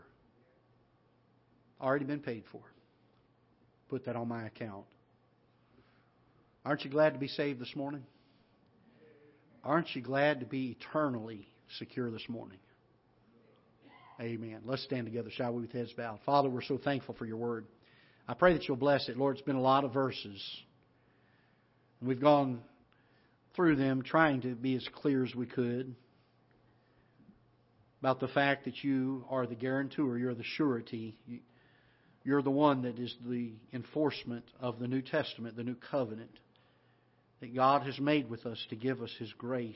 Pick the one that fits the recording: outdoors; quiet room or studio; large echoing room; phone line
large echoing room